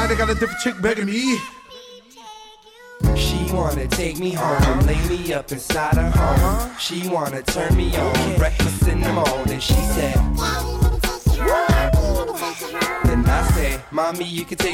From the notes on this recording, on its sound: Live Urban DJ Mix #24 at Jax Niteclub